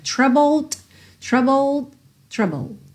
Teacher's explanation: Atenção aí, como o E de troubled não é pronunciado, você tem o BL, bull, bull e depois o D, troubled, troubled. E o D, como ele é uma consoante oclusiva, vem fechando, ele pode aparecer mais, menos ou nada